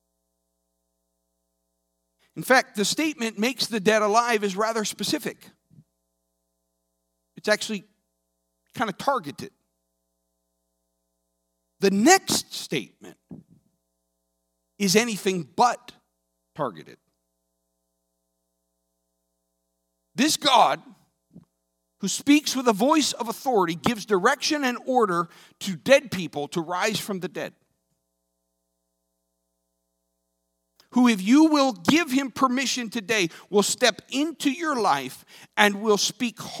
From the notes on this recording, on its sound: At Newark United Pentecostal Church.